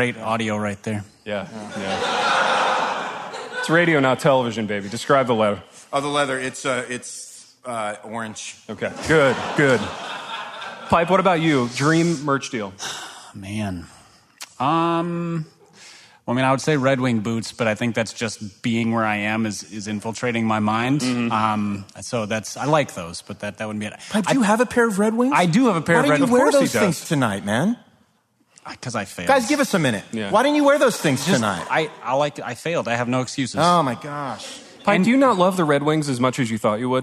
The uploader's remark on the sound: LIVE IN LOUISVILLE. Gathered with 80 of their closest friends for sheet cake, coffee, and decadence.